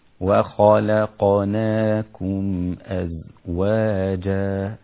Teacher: الخاء مفخمة، اللام رقيقة، القاف مفخمة، النون رقيقة · Term: التفخيم